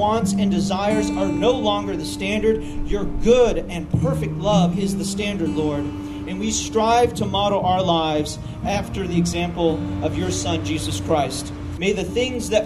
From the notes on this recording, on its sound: Highlights from Town of Collierville on #NDOP. Comes from the town of Collierville, TN. Traveled to record area pastors, political leaders, military, first responders, and citizens gathered for prayer.